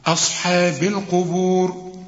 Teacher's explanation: أصحاب هترقى الهمزة وهترقى الحاء والمد كمان بتاع الحاء